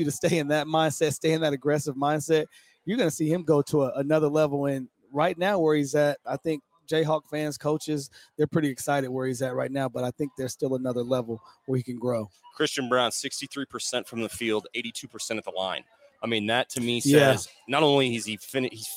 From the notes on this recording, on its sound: Border War LIVE Pregame Show from Wayne & Larry's. Live from Wayne & Larry's in Lawrence, Kansas.